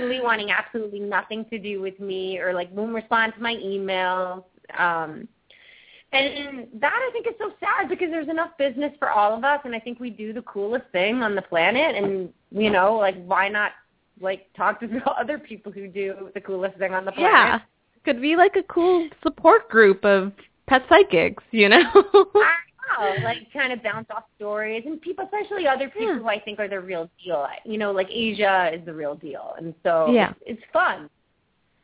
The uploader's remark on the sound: open up the lines for listeners to call